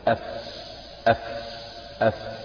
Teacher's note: طيب يقول الثنايا بصراحة المقصود هما يعني هما سنتان، فأطراف الثنيتين العليين مع بطن الشفة السفلى، أف أف أف هكذا، يبقى هذا مخرج الفاء.